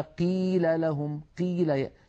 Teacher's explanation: يبالغون في ترقيق أو في كسر القاف إلى درجة تجعل الصوت كأنه كاف